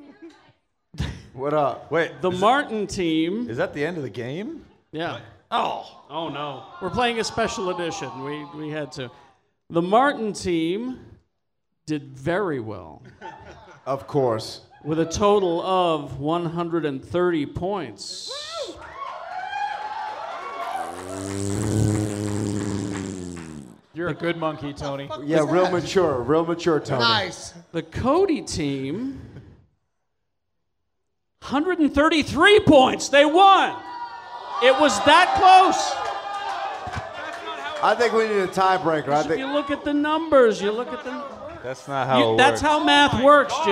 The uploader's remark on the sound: Recorded Live at 50west club in front of a packed house, last day of SLCC 2016.